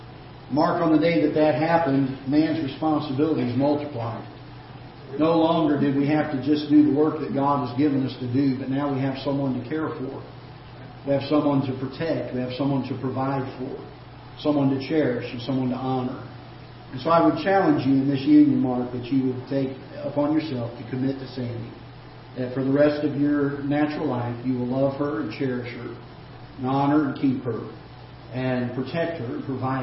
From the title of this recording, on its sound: Ketha Heights Baptist Church ~ Live Broadcast